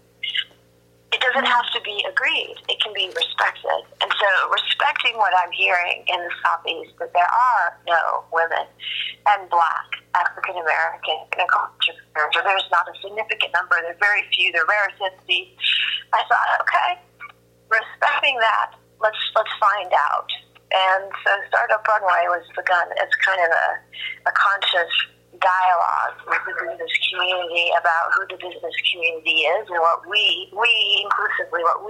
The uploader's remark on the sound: Take a listen to my phone call